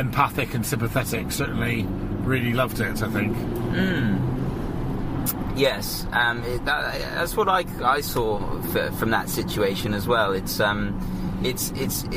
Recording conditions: inside a vehicle